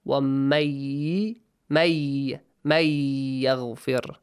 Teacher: you merge the نُنْ ساكن to يَا.